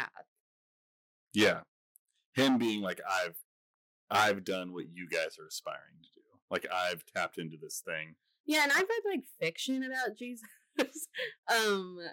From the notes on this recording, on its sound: Sorry about the sound quality - we have a few issues, but this is a one-week issue. Also, the longer you listen, the better it sounds!